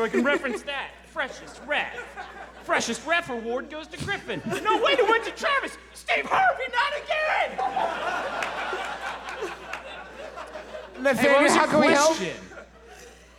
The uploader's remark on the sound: Here’s our live episode from our beautiful hometown of Huntington, WV.